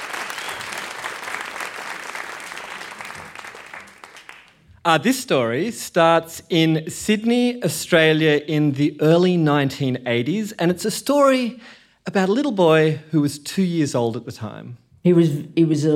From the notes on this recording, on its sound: Recorded live at the Beaker Street Festival in Tasmania.